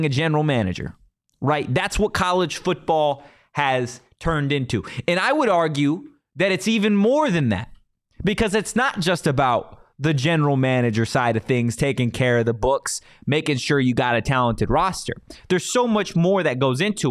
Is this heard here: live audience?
no